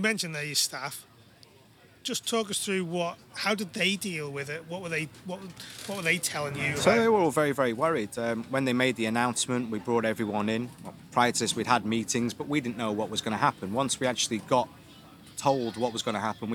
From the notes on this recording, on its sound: Interviewed live at the back of the Isle of Man TT Grandstand